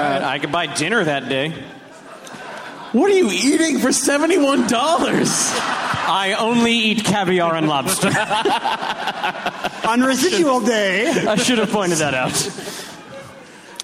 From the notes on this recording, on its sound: Recorded live at the Neptune Theatre in Seattle, Washington on May 23, 2014.